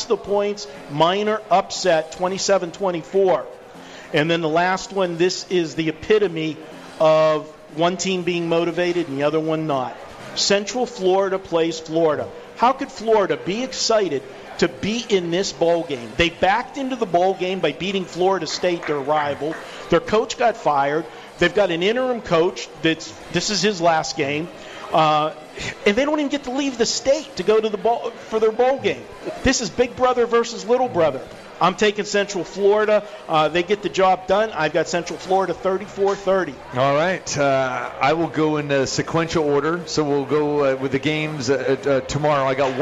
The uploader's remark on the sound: Live from The Cosmopolitan of Las Vegas